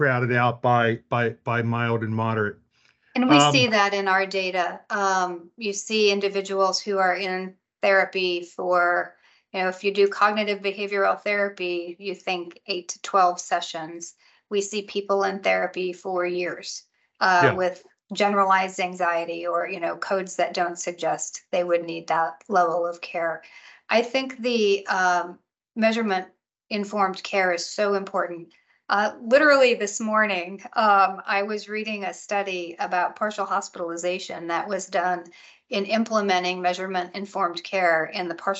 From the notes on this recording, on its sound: In this special recording of a live Canton Pulse webinar.